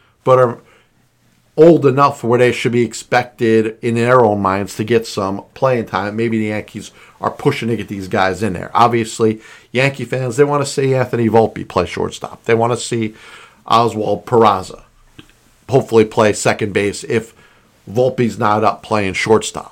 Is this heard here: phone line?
no